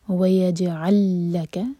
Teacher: ویجعل لک، جیم پر قلقلہ، اور ویجعل کلام اور لکا کلام مرج ہو رہے ہیں، ادغام متماثل، ایک ہی لام پڑھا جائے گا اسٹرانگ